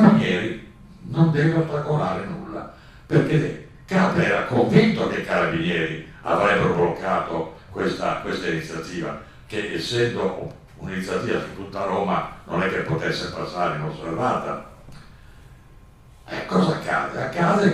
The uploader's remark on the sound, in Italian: La registrazione dell’incontro tenutosi il 6 ottobre 2023 presso la Casa della Memoria. Casa della Memoria e della Storia (Roma, 6 ottobre 2023). Siamo lieti di offrirvi la registrazione dell’incontro tenutosi il 6 ottobre 2023 presso la Casa della Memoria e della Storia di Roma. L’incontro organizzato dall’ANPI, l’Associazione Nazionale Partigiani d’Italia.